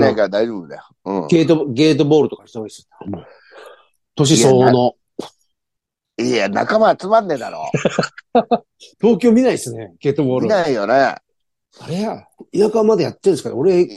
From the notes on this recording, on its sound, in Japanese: ZOOMで収録